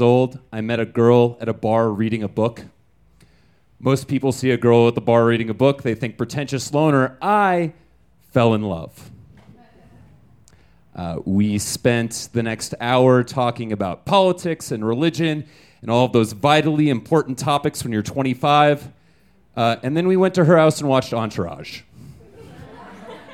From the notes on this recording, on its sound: Recorded in our new home at Buntport Theater. These stories were recorded at Buntport Theater on June 18, 2014. You might notice that our podcast sounds a little bit different!